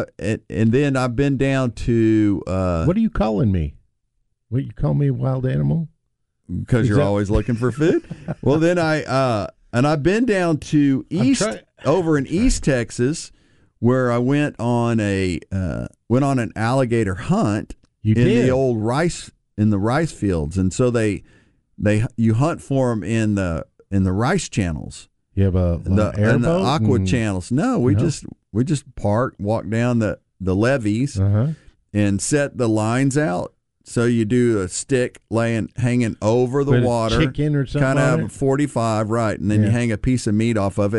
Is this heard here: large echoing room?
no